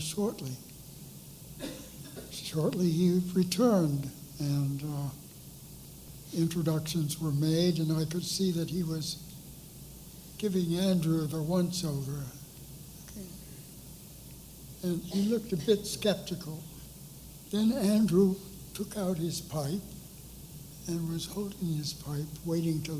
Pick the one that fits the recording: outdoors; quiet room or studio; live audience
live audience